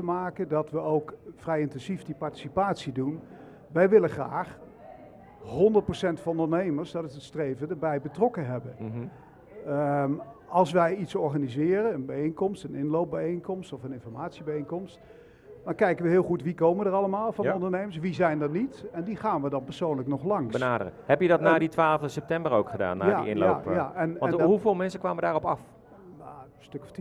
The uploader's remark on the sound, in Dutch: De opname van DUIC in Zaken vond plaats in Camping Ganspoort